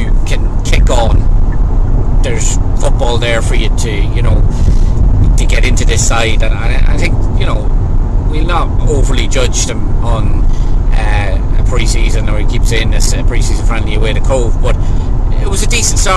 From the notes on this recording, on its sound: Recorded on the road home from Cork.